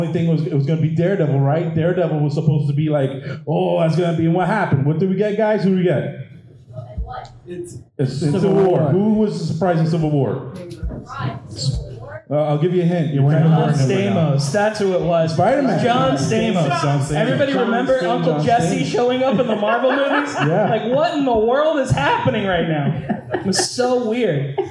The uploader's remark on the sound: MCU/DCEU Discussion at the Sunrise Comic Con 2022.